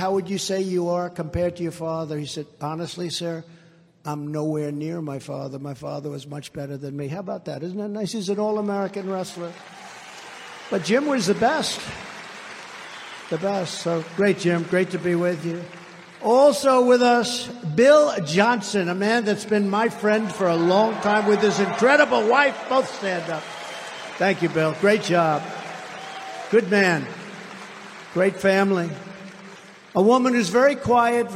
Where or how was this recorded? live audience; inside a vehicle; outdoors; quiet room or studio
live audience